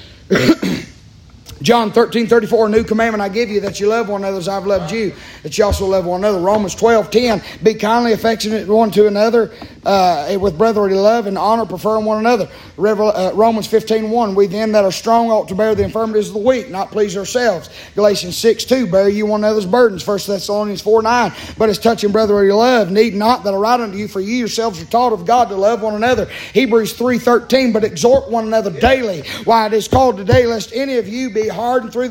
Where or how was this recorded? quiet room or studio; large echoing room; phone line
large echoing room